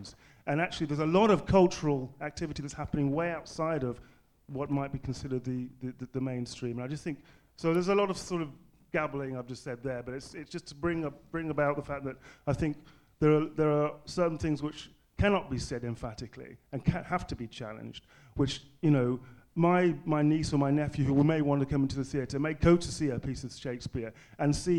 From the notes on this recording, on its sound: The question and answer session from the panel discussion 'A National Narrative?'.